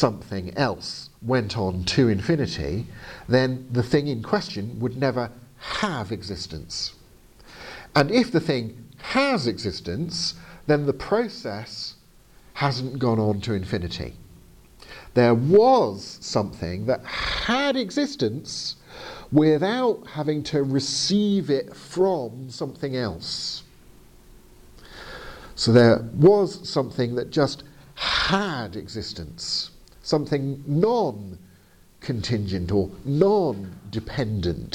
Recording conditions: large echoing room